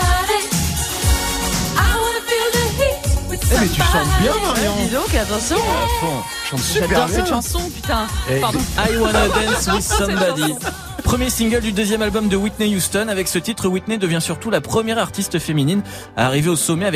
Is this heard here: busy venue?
yes